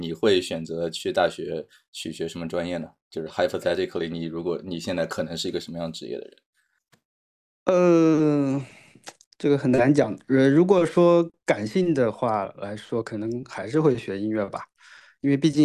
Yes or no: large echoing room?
no